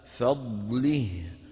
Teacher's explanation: هنا انتبهوا، فضل لابد من الضاد، نعطيها صفاتها من رخاوة واستطالة وتفخيم وإطباق واستعلاء، فضله، ونبين من كمان الهاء الموقوف عليها هكذا، ويزيدهم من فضله.